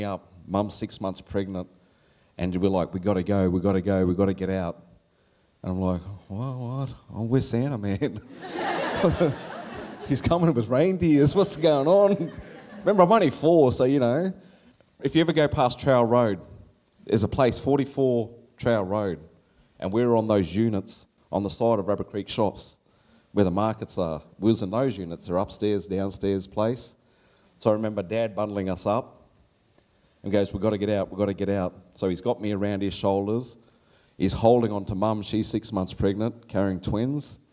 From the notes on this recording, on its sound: SPUN: True Stories Told in the Territory is a live storytelling event. Popping up at different venues across Darwin.